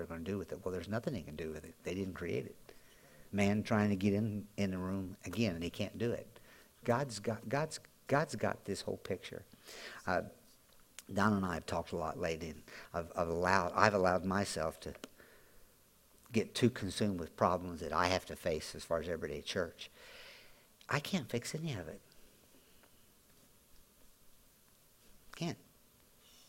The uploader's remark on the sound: Audio podcast from Grace Church